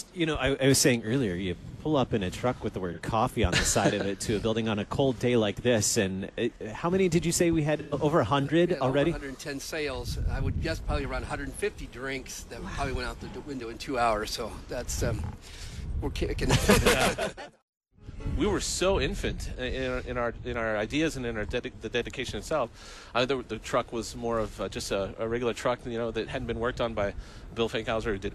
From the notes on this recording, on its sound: Please forgive some gaps in the podcast. We are thankful for the technology setup provided by the IT team that allowed us to broadcast live from the parking lot via WiFi!